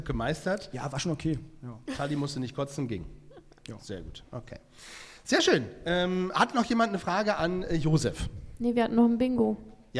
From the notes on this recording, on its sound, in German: Sind zu Gast auf dem Flugplatz des LSV Lüchow-Dannenberg in Rehbeck, um mit ihren Zuschauern über das Fliegen zu sprechen. Vor einer Cessna in einer großen Flugzeughalle haben sie das Set für die Live-Podcast-Aufnahme aufgebaut.